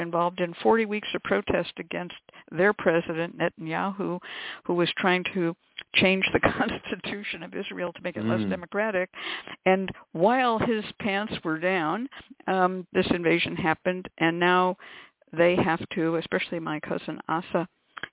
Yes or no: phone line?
yes